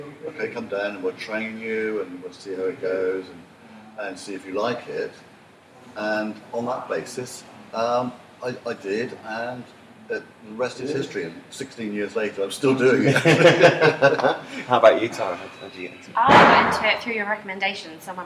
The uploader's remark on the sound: Well here we are, our first live episode on the road whilst on a shoot. We're at a UK University working with a team of photographers for 5 days, so we thought why not do a show! We hurriedly set up a mic, the audio isn't great so we apologise but it's as live as you can get.